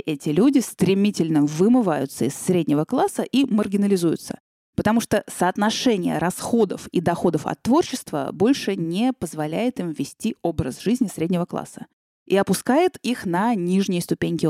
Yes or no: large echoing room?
no